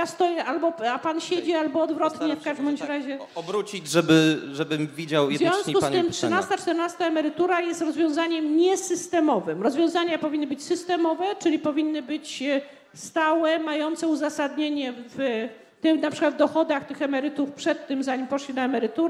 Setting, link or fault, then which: setting, live audience